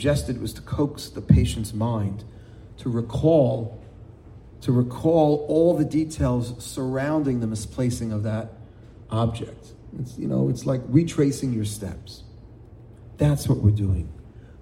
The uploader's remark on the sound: In front of a packed audience of young Jewish professionals.